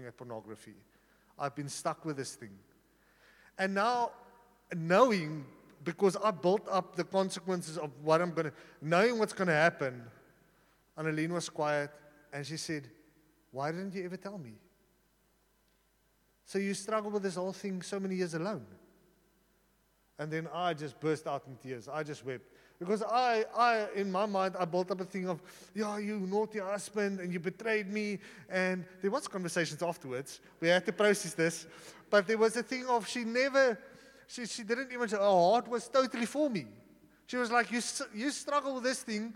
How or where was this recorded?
large echoing room